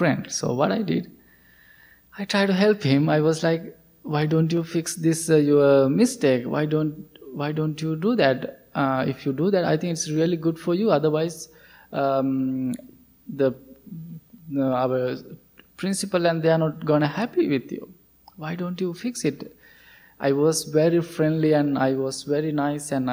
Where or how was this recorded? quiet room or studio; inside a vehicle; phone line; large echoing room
large echoing room